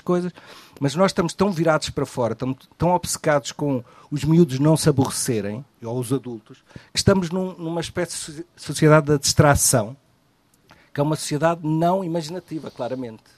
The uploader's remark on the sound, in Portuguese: Uma conversa na Maratona de Leitura